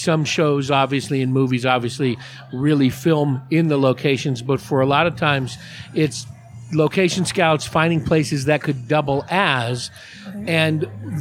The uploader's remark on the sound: Recorded at The Raven Café, Prescott, AZ under the stairs where the cool people hang out. Recorded at The Raven Café, Prescott, AZ under the stairs where the cool people hang out.